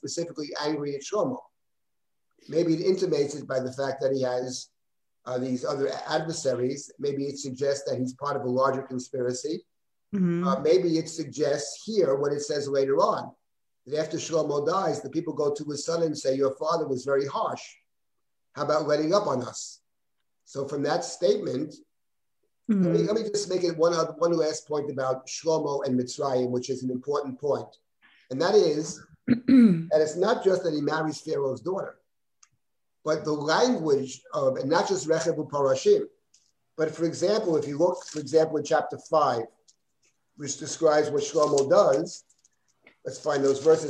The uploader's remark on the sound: This audio was originally captured from Zoom